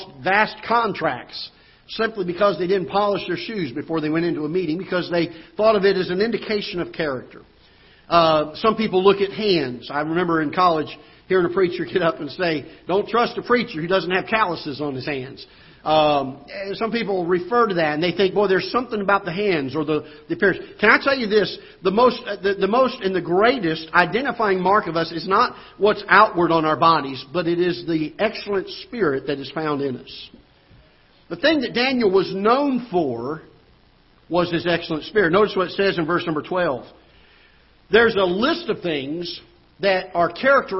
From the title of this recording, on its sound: Ketha Heights Baptist Church ~ Live Broadcast